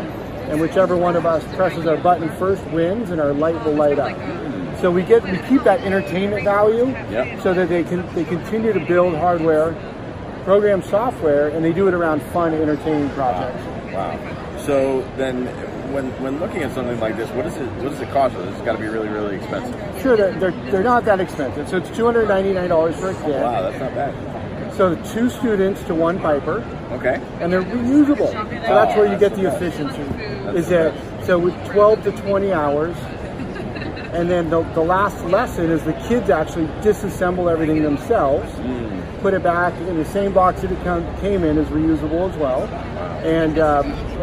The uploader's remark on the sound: Live from the FETC event!